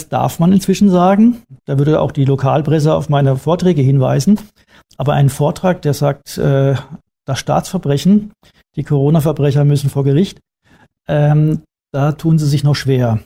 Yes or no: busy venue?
no